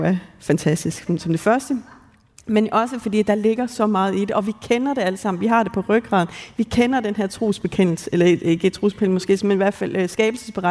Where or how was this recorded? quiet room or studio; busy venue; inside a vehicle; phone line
busy venue